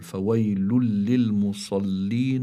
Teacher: فهذه النون الساكنة اللي هي متضمنة بالتنوين تدغم في اللام لكن إدغام بغير غنة، بسموه إدغام كامل، بسموه إدغام كامل لكن بلا غنة.